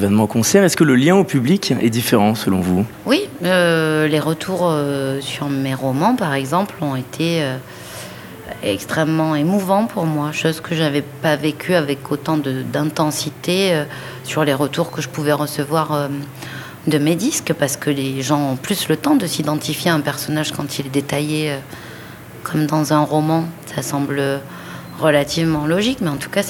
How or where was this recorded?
busy venue